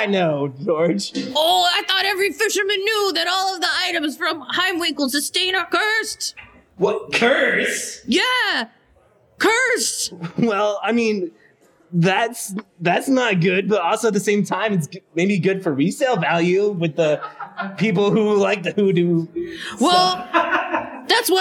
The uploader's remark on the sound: Listen along with our live audience